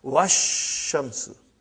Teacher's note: Even alif and lam both were assimilated.